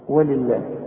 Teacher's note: ولله لفظ الجلالة هنا مرقق لأن اللام مكسورة